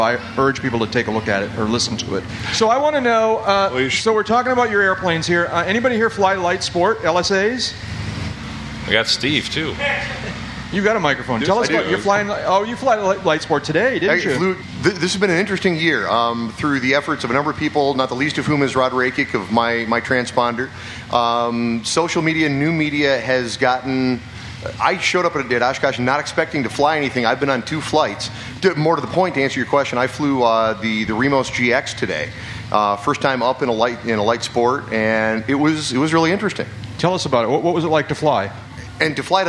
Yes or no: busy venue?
yes